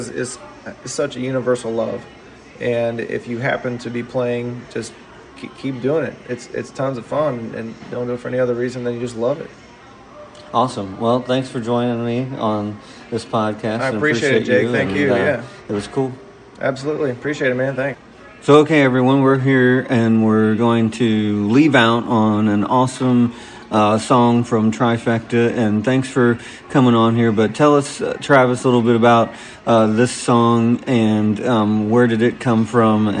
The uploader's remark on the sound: Live from down home pub!